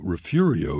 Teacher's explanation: we find it dialectically comfortable to exchange the G for an R